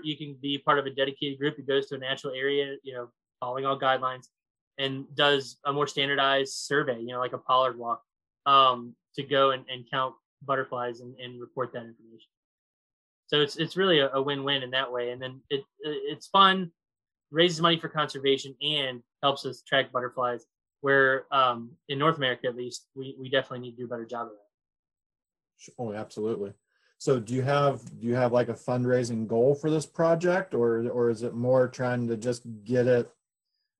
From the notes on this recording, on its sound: Finish our zoom interview.